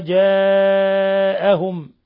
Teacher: مد متصل لاتصال الهمزة بحرف المد في نفس الكلمة، يمد من 4 إلى 5 حركات